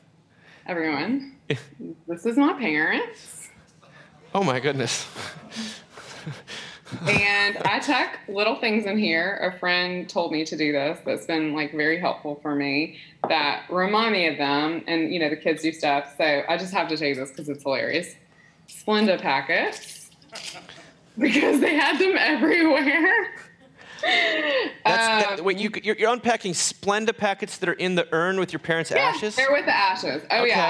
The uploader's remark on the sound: Recorded live in front of an audience at the Mockingbird Tyler festival.